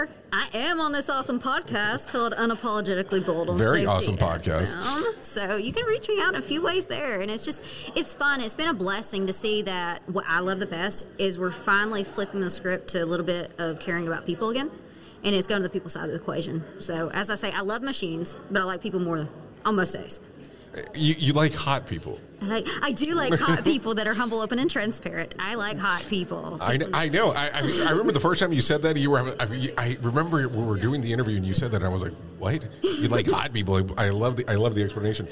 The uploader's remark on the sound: Broadcasting live from Safety Day 2021 - Presented by the ACFS. During this live recording at Safety Day 2021. Some of the interviews that I was able to do in person at safety day 2021.